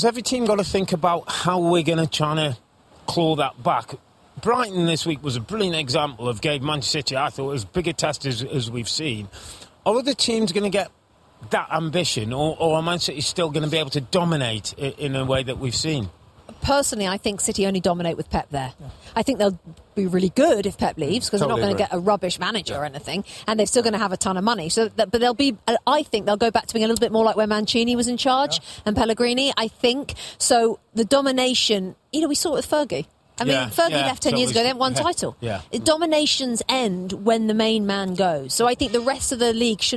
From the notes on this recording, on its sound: Championship Sunday Live From Goodison Park.